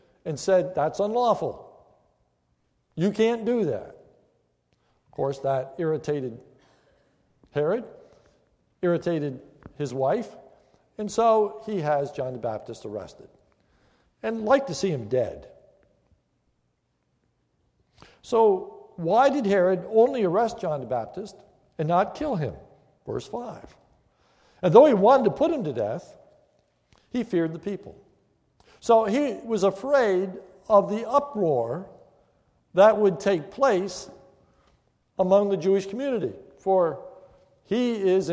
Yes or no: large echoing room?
yes